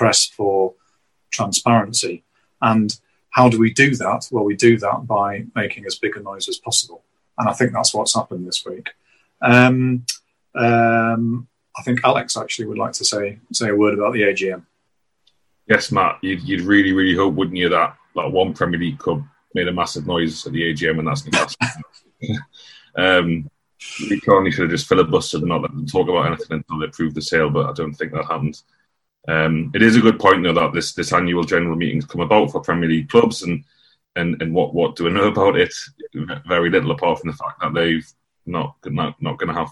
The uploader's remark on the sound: NUST Live Zoom Event. The Newcastle United Supporters Trust hosted an online zoom call with 500 members.